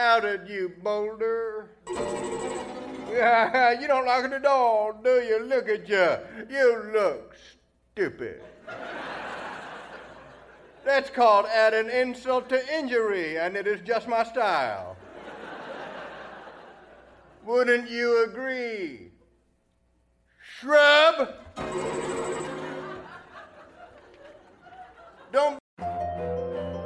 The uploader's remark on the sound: Recorded Live 10/3/2010 at Largo, Los Angeles.